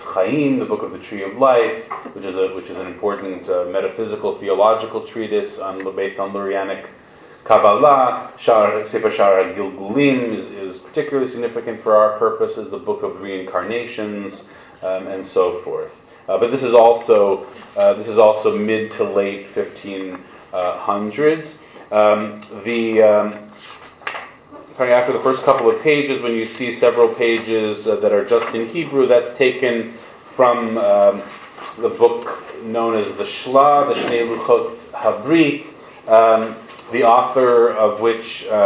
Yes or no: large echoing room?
yes